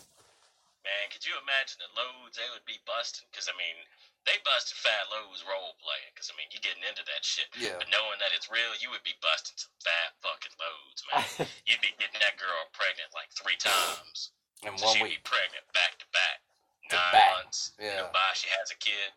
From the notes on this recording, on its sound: In this episode of the podcast we try a new recording technique which has brought you the shit quality that no other podcast promises. If you can get past the horrible audio in this podcast then you are truly a fan and we thank you.